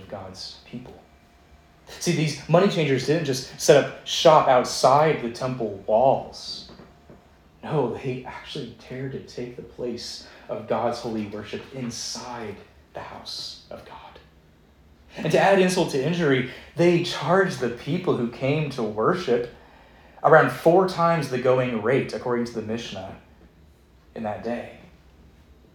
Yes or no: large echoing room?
yes